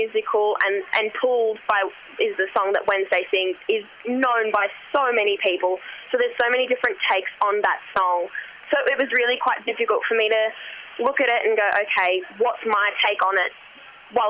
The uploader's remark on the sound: The phone audio quality is a bit scratchy. From Federation University.